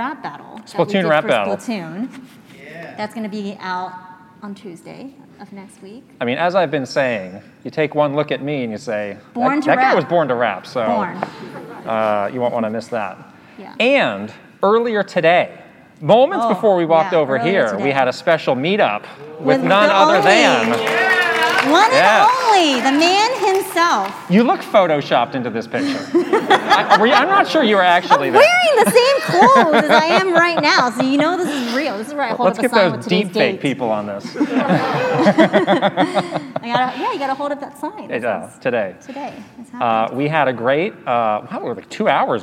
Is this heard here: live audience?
yes